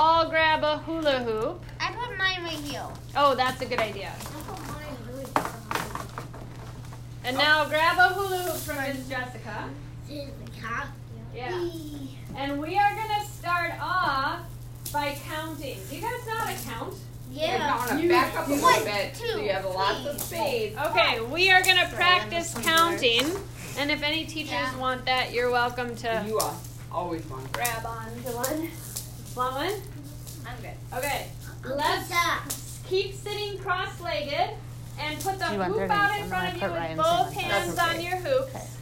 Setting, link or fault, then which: fault, sounds in the background